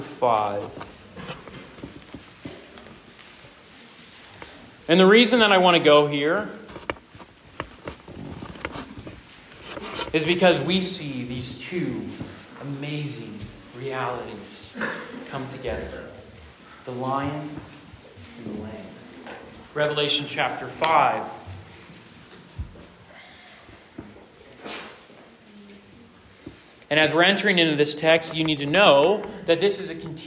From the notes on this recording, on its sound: Preaches at Rooted Retreat 2023. This sermon was preached to a Junior + Senior High audience.